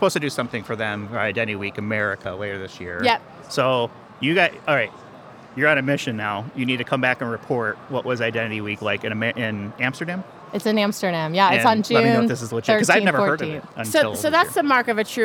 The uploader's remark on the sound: Recorded live at the Identiverse 2023 conference.